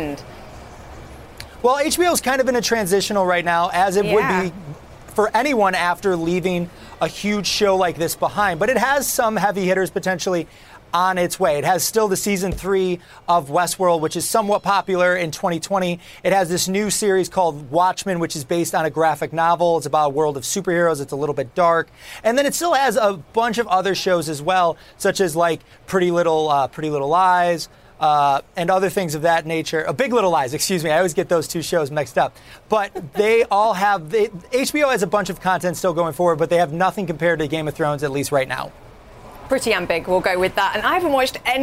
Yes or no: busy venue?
yes